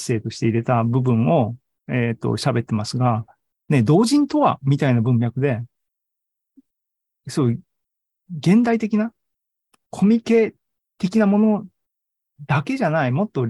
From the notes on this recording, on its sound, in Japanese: ２０２２年９月２８日に開催した ZOOMライブの模様です。